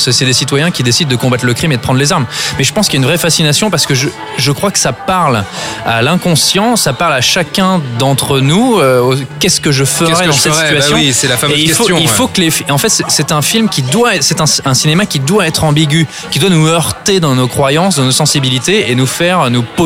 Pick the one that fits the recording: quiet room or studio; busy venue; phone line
busy venue